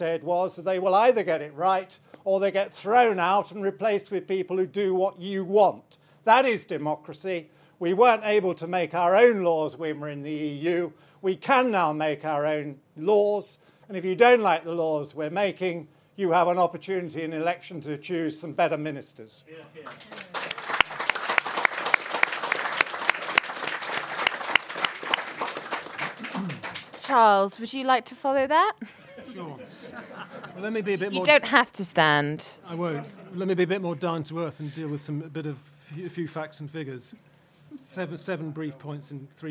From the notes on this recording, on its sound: a fringe panel from the Conservative Party Conference